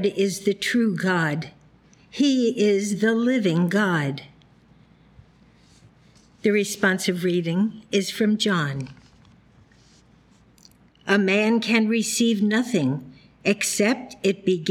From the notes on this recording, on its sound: The Sunday service audio from July 23rd, 2023